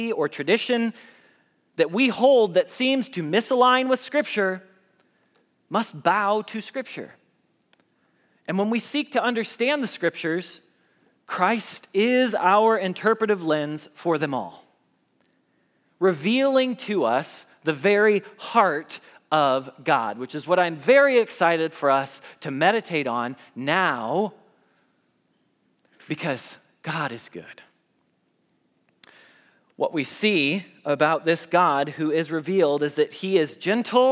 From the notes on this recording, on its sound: Message Preached at Valley Creek Church